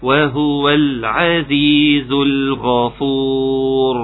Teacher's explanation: اتمنى انكم تكونوا سمعتوا راء مفخمة